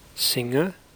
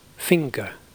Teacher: if the spelling form ng comes at the end of a morpheme, the g is dropped. You hear just ng. If it occurs in the middle of a morpheme, the g is sounded.